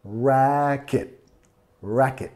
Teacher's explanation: Racket, enfatizando la primera sílaba.